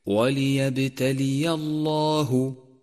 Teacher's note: انتبه بعدها إلى تفخيم لام لفظ الجلالة لأنها سبقت بحرف مفتوح وليبتلي الله، وانتبه أيضا إلى أن الهاء من لفظ الجلالة حرف مرقق دائما، فاقرأه بشكل صحيح وليبتلي الله ما في صدوركم.